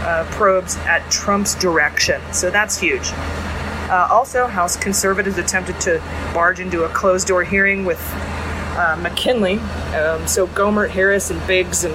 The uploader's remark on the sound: Recording a mini beans voice memo a mile high in a airplane lavatory. We were stuck on the tarmac for over an hour so we aren’t going to get in until late, so here we are.